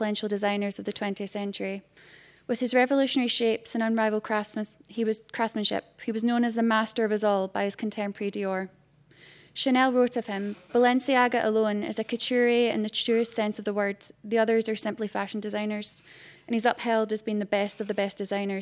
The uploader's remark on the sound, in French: enregistrée le 12 avril 2018 dans le cadre du colloque "Ce qu'exposer veut dire"